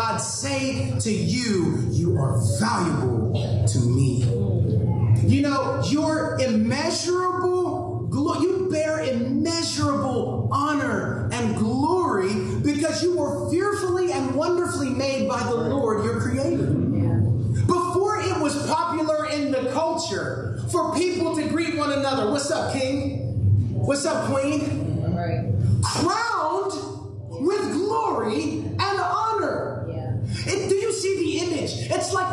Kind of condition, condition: fault, poor sound quality